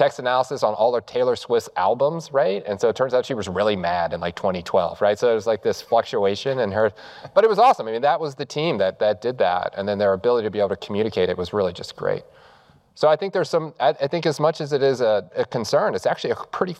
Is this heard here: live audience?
yes